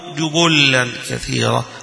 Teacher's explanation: بضمتين، ضم الجيم وضم الباء وبتشديد اللام أيضا